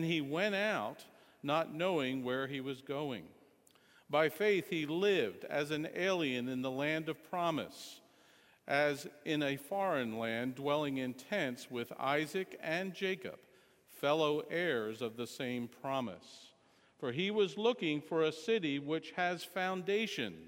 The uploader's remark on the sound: Sermon Audio From Sunday Morning 9.4.16